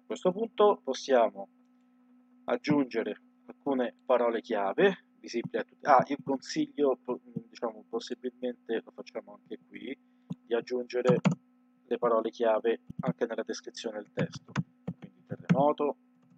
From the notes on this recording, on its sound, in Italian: registrato con un audio pessimo